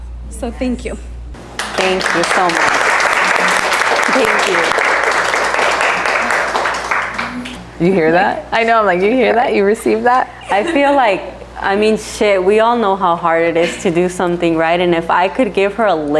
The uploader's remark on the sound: Live Podcast Event. Our very own Live Podcast recording.